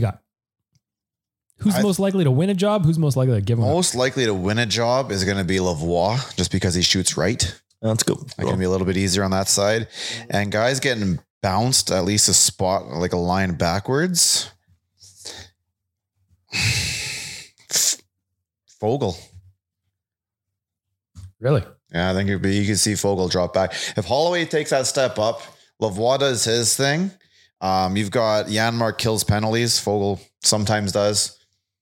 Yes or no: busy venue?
no